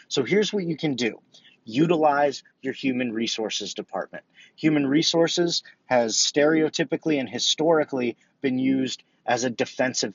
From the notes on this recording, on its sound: I recorded this in my car, so please excuse the quality of the recording.